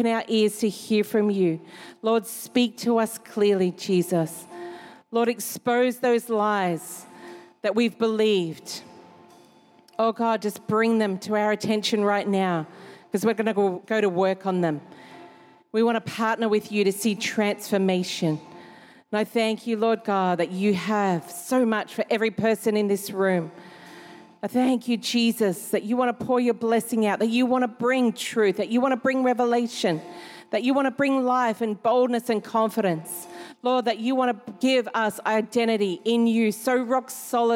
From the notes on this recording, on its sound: Recorded during our 5pm service